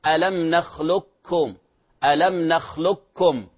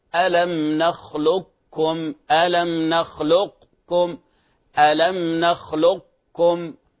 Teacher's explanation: الوجه الثاني وهو الإدغام الناقص بين القاف والكاف ببقاء استعلاء القاف · Shown in: second take · Term: إدغام ناقص